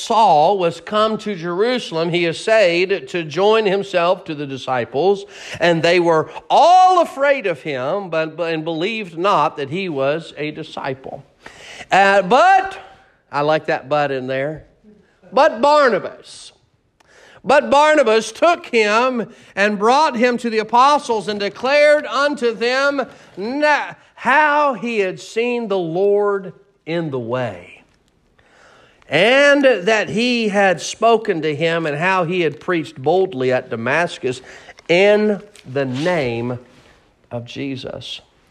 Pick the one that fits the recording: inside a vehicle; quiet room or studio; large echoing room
large echoing room